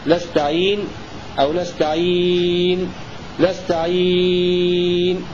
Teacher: قصر وتوسط وطول بالسكون المحض